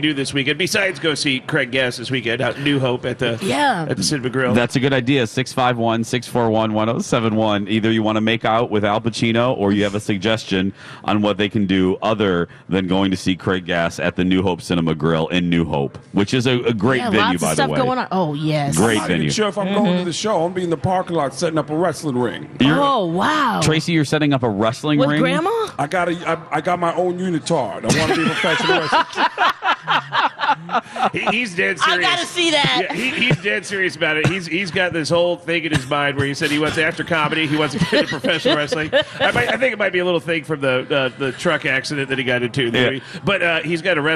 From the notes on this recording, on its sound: broadcast live from the AC Hotel for the Superbowl